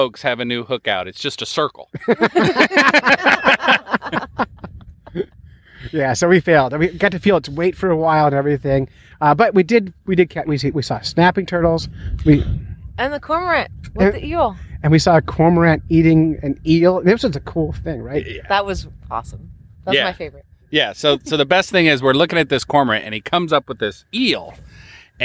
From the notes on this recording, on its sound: This was recorded live on Silver Lake. We also got dozens of calls from listeners who wanted to share congratulations and fishy jokes.